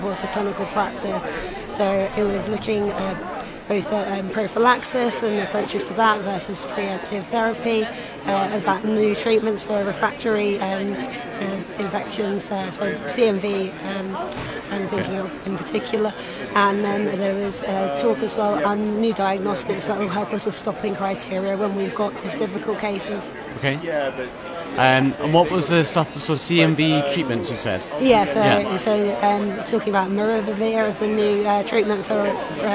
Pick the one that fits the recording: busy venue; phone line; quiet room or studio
busy venue